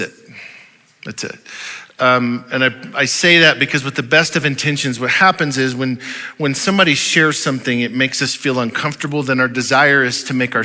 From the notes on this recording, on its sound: Audio file of the Sunday Morning Sermon